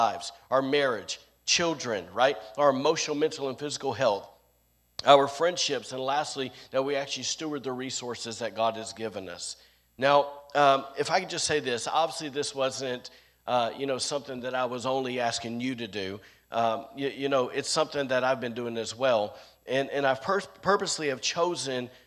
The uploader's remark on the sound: recorded on Sunday, January 9th, 2022, during service at The Anchor Church in Rockport, Maine